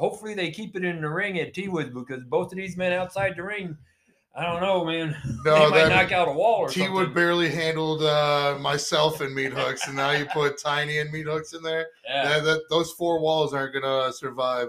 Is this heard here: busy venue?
no